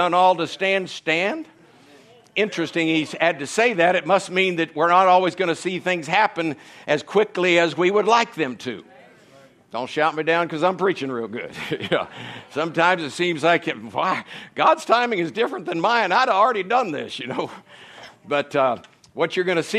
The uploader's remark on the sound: From the Sunday morning service on September 24, 2023 at Harvest Bible Church in Stockton, California.